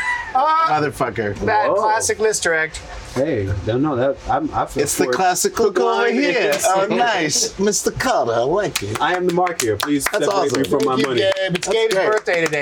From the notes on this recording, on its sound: Special 4h20m Live from JASHFesht Show. Recorded live at JASHFesht.